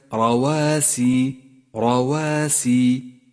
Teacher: ولاحظ الراء المفخمة والواو المرققة والألف المرققة · Term: الترقيق والتفخيم